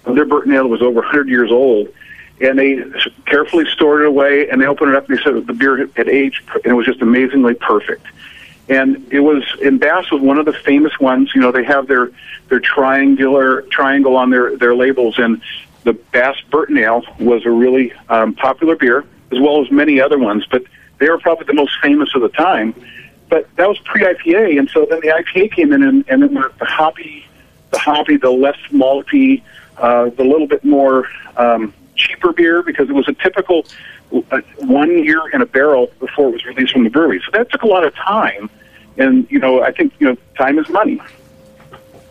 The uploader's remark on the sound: calls in from Washington